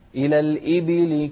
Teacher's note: الباء هني عليها كسرة مو إسكان